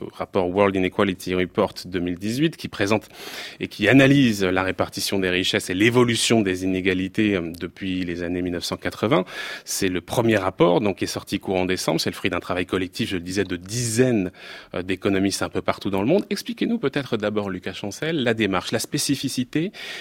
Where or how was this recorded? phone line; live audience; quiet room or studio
quiet room or studio